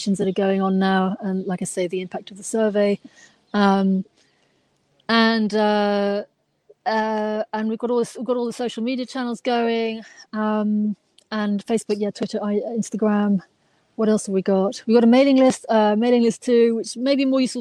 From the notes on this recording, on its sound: live from Hampstead Heath